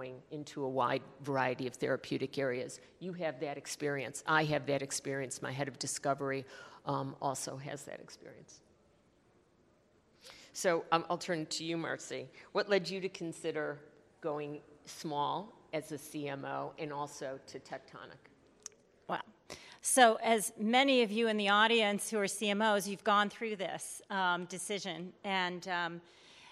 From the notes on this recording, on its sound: In this fireside chat recorded at CMO Summit 2022.